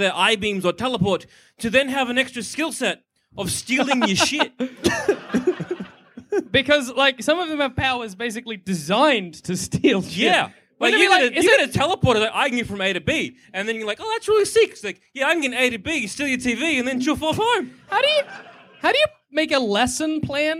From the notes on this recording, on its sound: Did a live show. In Sydney.